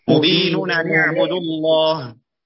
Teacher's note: لفظ أيضا بثلاث نونات متواليات غير أن الأولى والآخرة مضمومتان والوسطى مفتوحة